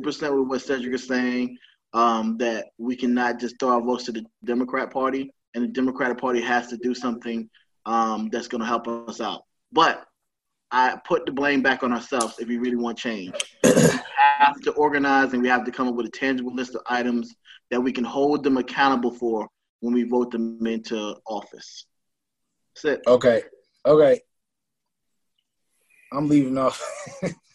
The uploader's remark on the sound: on Zoom call